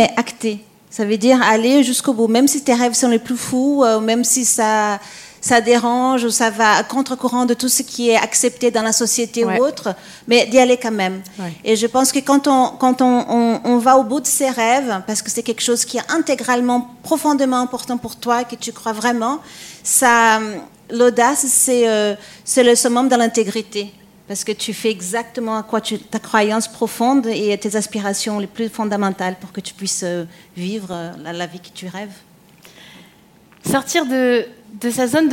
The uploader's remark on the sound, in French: Bienvenue dans le podcast live "Osez vous propulser : l'audace au féminin" enregistré dans le magnifique théâtre de la Tour Eiffel !